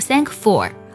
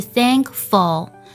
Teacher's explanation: 最后我们再去收音的时候呢，舌尖它是抵在上齿龈这里的 · Shown in: second take · Term: 舌侧音